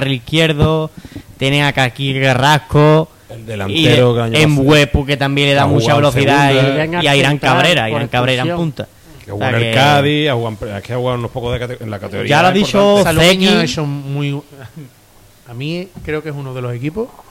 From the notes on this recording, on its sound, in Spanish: Programa debate sobre la actualidad del Algeciras emitido en directo desde Casa Borrás, detrás de La Palma.